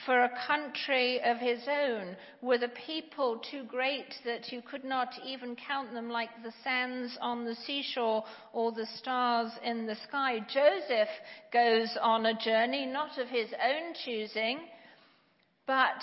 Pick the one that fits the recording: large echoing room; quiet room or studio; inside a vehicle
large echoing room